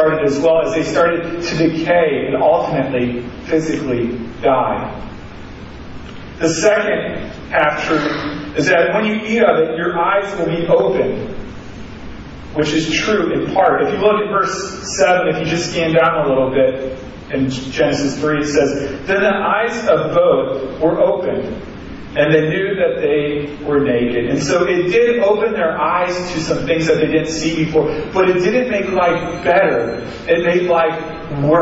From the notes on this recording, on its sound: Sorry for the poor audio. We had troubles getting the device to record through the sound board.